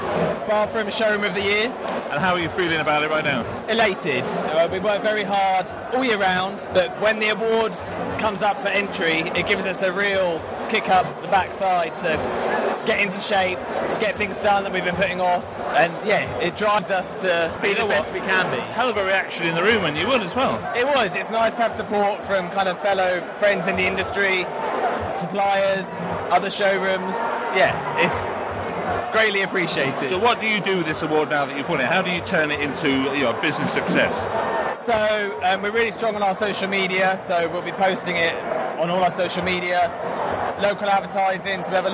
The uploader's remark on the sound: The kbbreview Retail & Design Awards 2023: The EVENT. Presents the show LIVE from the awards event in Cardiff and that means you can hear all the winners announced as it happened. Catches up with some of those winners moments after they come off stage.